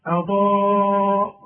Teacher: الهمزه مرققه انما الضاد مفخمه